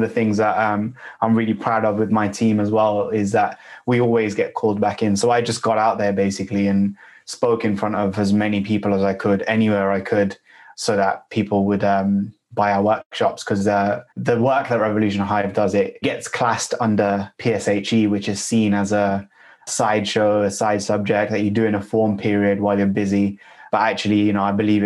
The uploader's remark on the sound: was joined online by three BAME founders